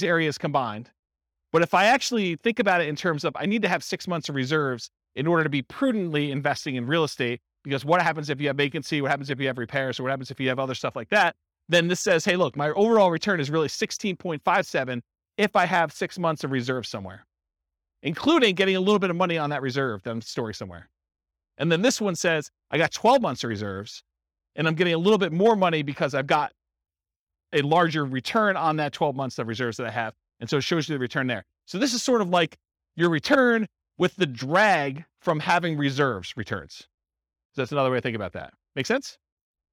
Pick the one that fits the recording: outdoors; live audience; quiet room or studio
live audience